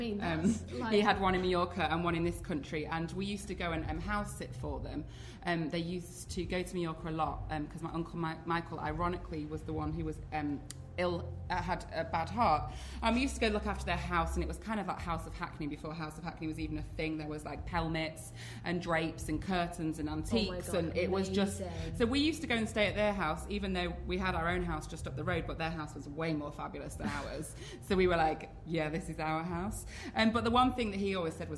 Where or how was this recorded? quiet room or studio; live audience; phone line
live audience